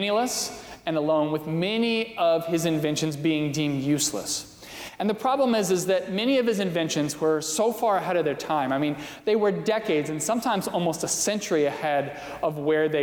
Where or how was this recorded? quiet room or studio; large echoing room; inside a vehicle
large echoing room